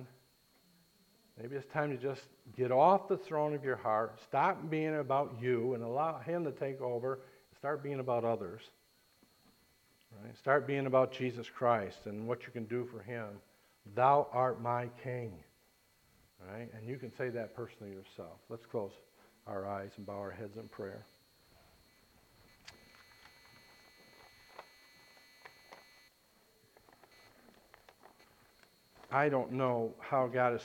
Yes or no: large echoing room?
yes